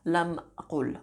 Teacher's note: That long vowel u becomes a shortened version of it on the previous letter